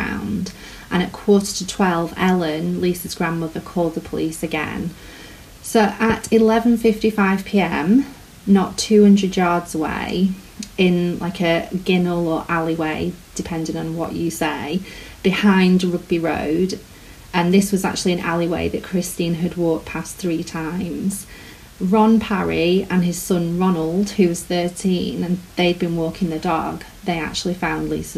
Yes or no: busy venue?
no